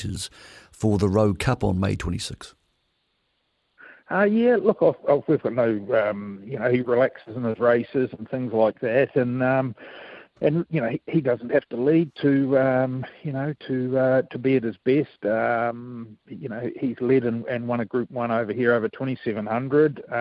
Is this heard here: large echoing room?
no